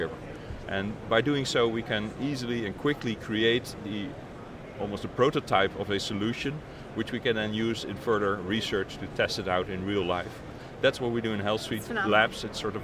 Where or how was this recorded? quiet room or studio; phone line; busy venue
busy venue